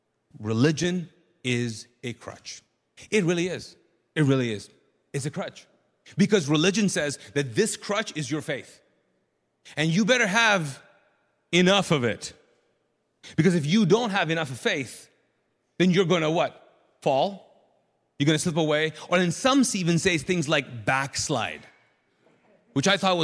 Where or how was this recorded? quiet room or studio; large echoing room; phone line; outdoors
large echoing room